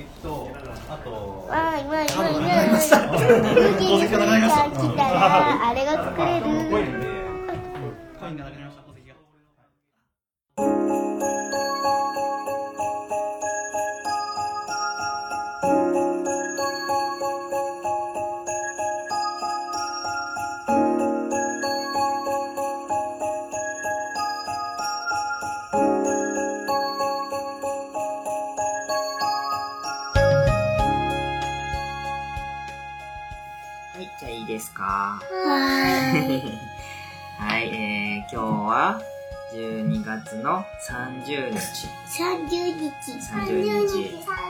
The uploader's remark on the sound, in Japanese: 父と娘の３人で。別録した実際の音源もはさんでいます。本編中、ゲスト２人が発する いろいろな雑音が飛び交います。